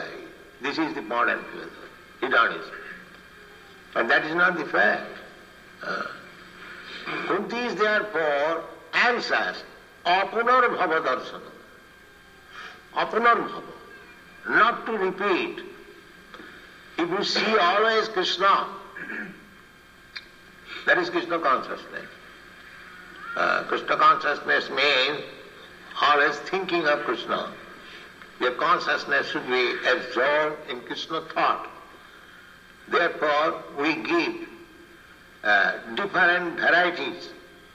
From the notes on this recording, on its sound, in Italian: in diretta dal Tempio di Villa Vrindavana